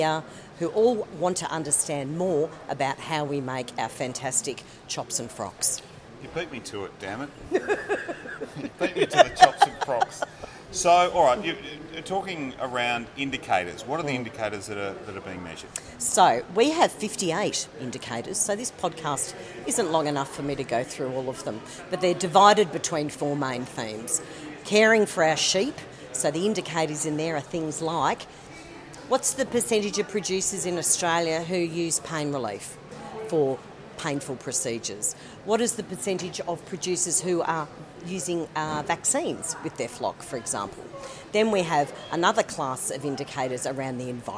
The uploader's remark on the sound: We also check in on the health of the sheep industry in SA at the GrowingSA conference near Adelaide.